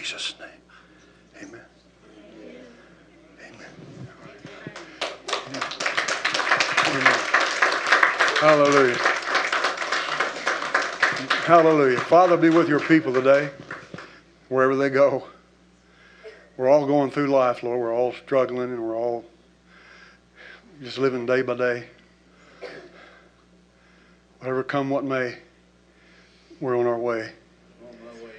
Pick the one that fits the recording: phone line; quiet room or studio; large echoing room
large echoing room